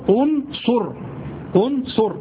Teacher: تأخذ الهمزة، همزة الوصل، حركة العين في الضم